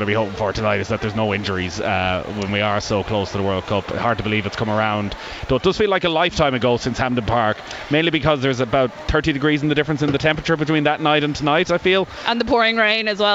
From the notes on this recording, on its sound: Live from Tallaght Stadium.